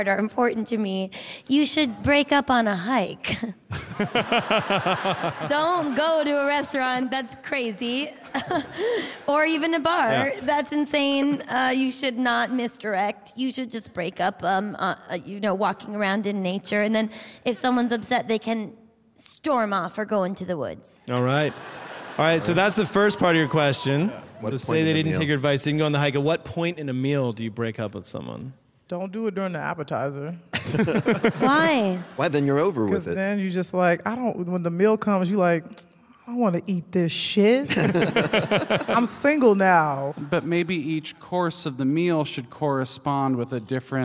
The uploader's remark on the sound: It’s a special live(ly) edition of the DPD, recorded in front of a sold-out L.A. Crowd!